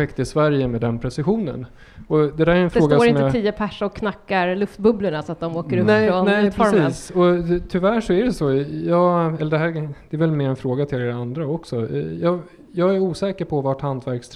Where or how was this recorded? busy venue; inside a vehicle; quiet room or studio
busy venue